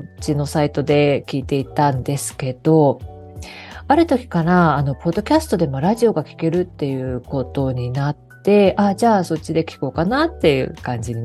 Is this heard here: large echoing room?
no